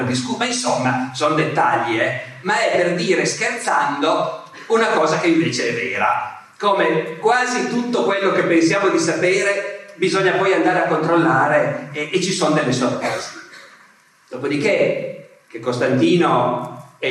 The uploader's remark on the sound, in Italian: registrata al festival Rinascimento Culturale 2017